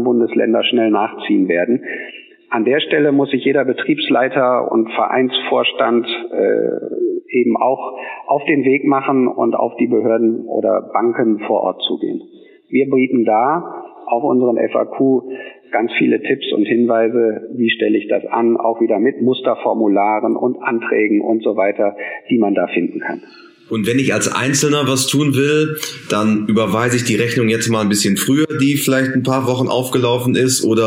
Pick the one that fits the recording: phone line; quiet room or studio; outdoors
phone line